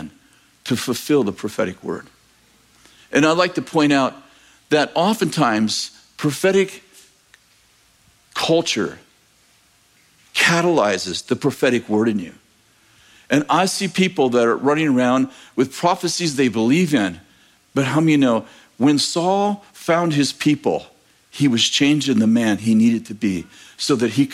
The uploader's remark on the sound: In this message from July 9th, 2023, at Bethel Church in Redding, CA